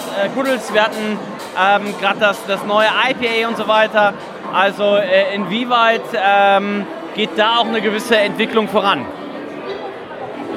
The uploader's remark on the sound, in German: Waren auf dem von Ratsherrn organisierten “ Hamburg Beer Festival ” unterwegs und haben viele Biere probiert und dazu die passenden Stimmen eingefangen. Ratsherrn Hamburg Beer Festival 2023.